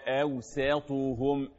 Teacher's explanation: قال أوساطهم بالسين مش بالصاد، مش معنى استقبالك للطاء تقلب السين إلى صاد. أوساط الطاء مفخمة إنما السين مرققة